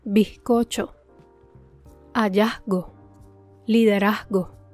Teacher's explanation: Puedes notar que reducimos la intensidad de la letra Z. Suena como un leve suspiro.